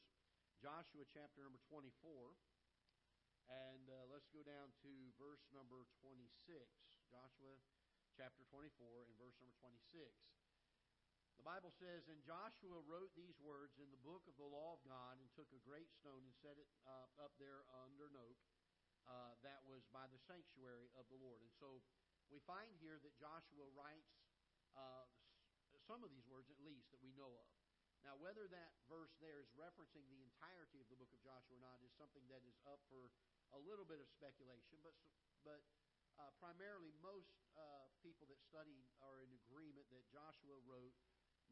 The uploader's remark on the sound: Ketha Heights Baptist Church ~ Live Broadcast